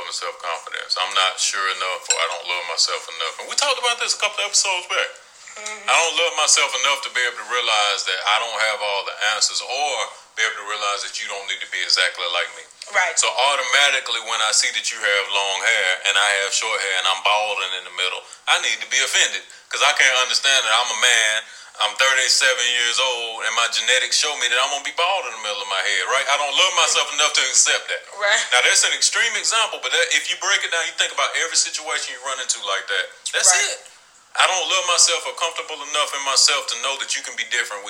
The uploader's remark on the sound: A special guest is welcomed with a surprise call in.